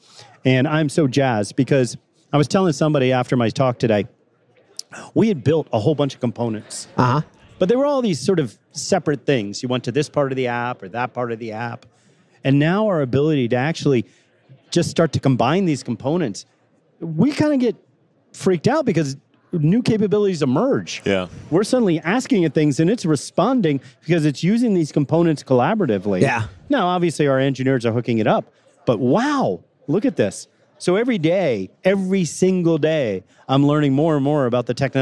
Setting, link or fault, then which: setting, busy venue